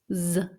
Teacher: Mit einem stimmhaften S am Anfang